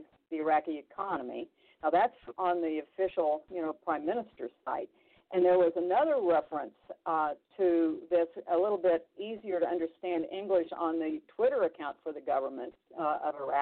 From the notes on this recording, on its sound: Conference Call.